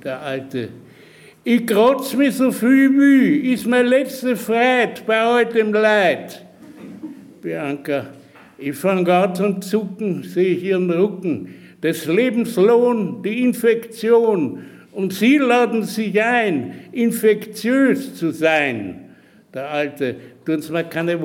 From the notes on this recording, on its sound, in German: Im Bruno Kreisky Forum live vor Publikum geführt und aufgezeichnet.